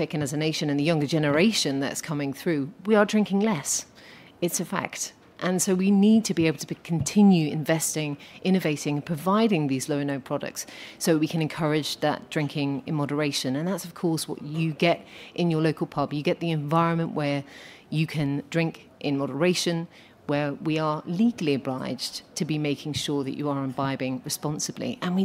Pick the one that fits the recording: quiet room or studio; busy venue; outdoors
busy venue